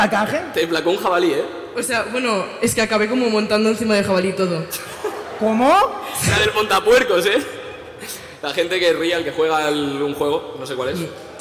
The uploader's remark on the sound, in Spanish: Finales de julio tuvimos la oportunidad de cerrar la temporada en directo dentro del 'Propera Parada: Summer Fest'.